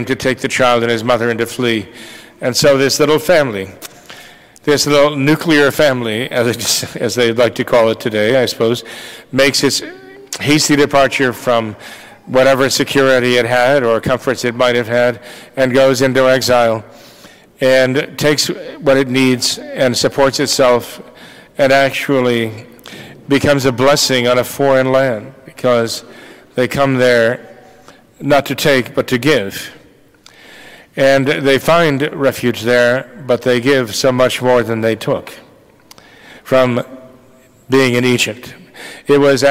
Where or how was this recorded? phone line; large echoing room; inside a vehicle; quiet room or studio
large echoing room